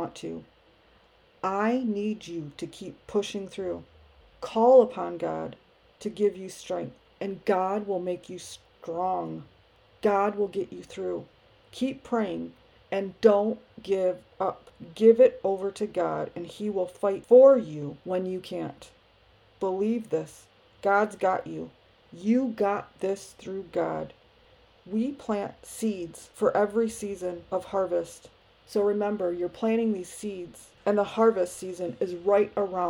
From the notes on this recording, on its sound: Sorry for the noise in the background. I was having issues with my computer.